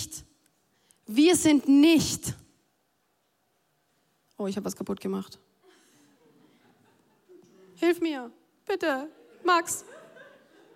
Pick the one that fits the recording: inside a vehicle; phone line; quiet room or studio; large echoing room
large echoing room